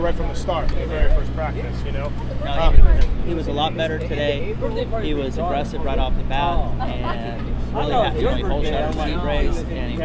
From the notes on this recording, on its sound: Post race interviews from Jacksonville